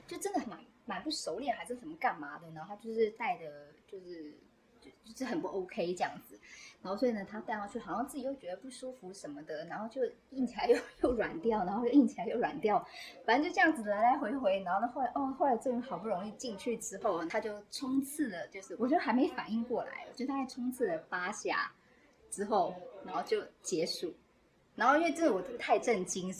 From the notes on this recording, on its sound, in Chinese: 本期录音环境不佳